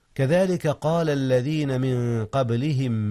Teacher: قلقلة الباء إذ هي ساكنة